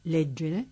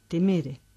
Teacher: En la segunda conjugación, no obstante, hay verbos en los que el acento recae en la vocal del tema verbal, por ejemplo, leggere, y otros en los que el acento recae en la vocal de la desinencia · Shown in: second take · temere.